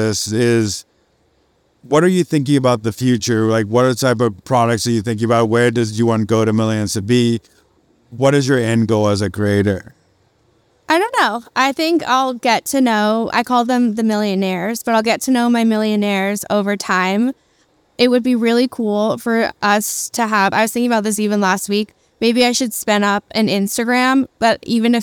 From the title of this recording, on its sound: Live at SXSW